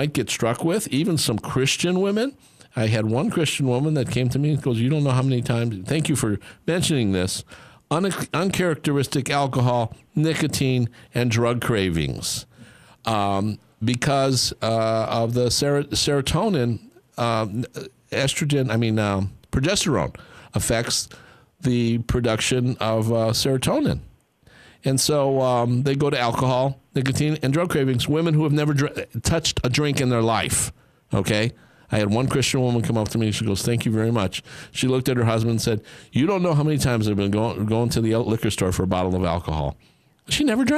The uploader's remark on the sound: Call in guest